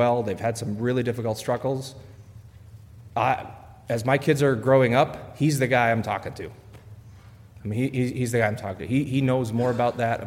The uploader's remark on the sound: A panel discussion where the 5 main speakers summarize their messages and take questions from the audience.